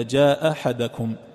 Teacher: إسقاط إحدى الهمزتين فيقرأها همزة واحدة حتى إذا جاء أحدكم فيسقط همزة ويبقي الأخرى، هذا الإسقاط.